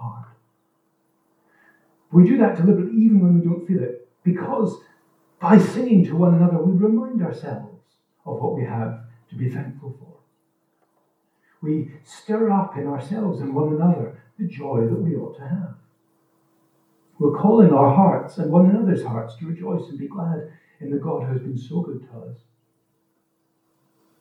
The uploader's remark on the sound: This recording is of low quality, due to technical issues, but should be audible throughout.